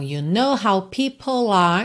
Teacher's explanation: Você já junta o L de people em are, porque o E final de people não é pronunciado, certo?